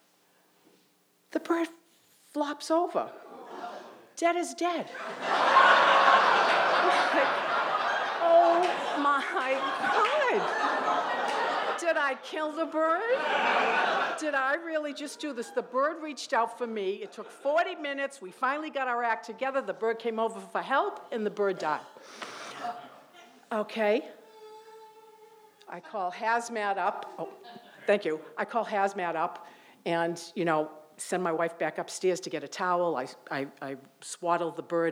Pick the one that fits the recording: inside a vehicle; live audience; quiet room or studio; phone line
live audience